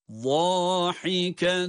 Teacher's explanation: ha harfi ise boğazın ortasından çıkmakta